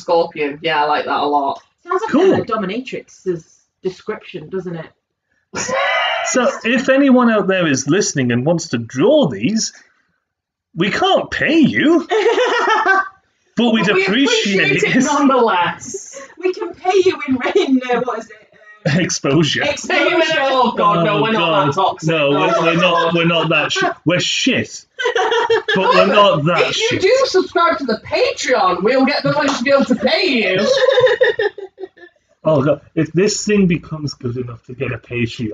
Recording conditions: poor sound quality